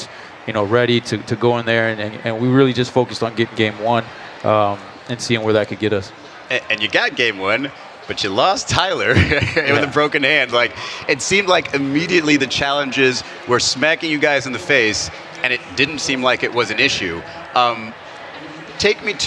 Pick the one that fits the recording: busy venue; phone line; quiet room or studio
busy venue